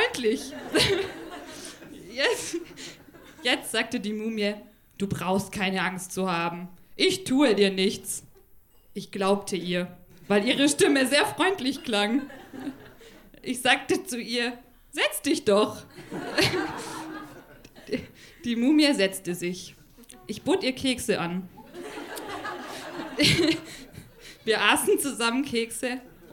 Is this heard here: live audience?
yes